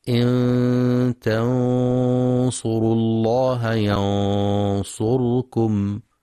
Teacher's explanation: والغنة تابعة لما بعدها تفخيما وترقيقا في الإخفاء، فإذا كان الحرف الذي بعدها مفخما فخمت نحو إن تنصروا الله ينصركم، فتفخم الغنة لأن الصاد مفخمة